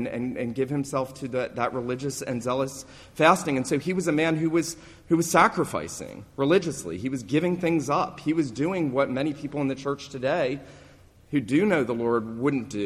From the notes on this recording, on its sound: This sermon was preached at the New Life PCA, La Mesa, CA Reformation Celebration service, on Sunday morning, November 3, 2019.